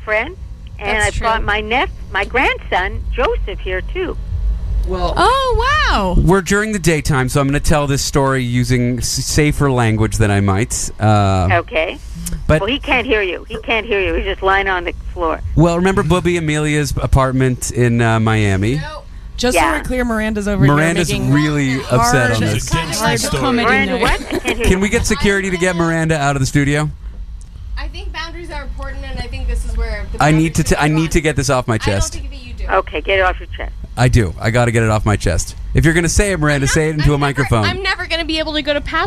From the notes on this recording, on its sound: He's heading off to the Burning Man event soon, here are a couple of phone calls he made to his mother at the event.